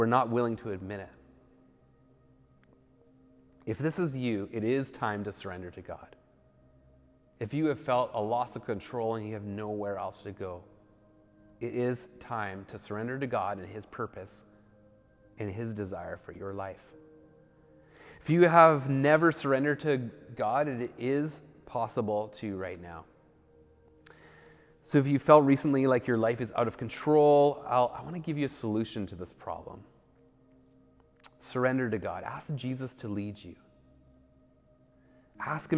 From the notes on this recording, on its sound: speaks at SouthRidge Fellowship, a Langley church